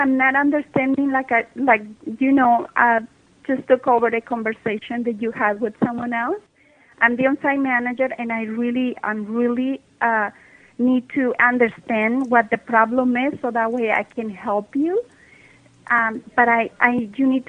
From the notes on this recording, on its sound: …'s Personal Prank Phone Calls Collection.